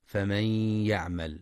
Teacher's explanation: ينتبه القارئ لإدغام النون في الياء بغنة في فمن يعمل